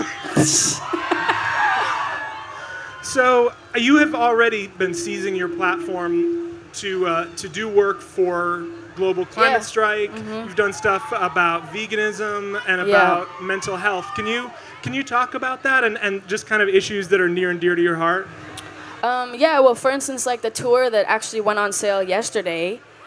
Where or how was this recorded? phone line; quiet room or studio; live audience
live audience